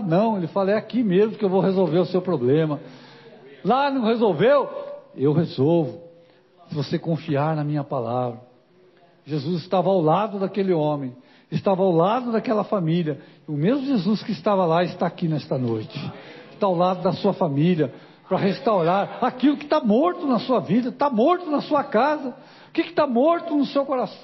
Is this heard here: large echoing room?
yes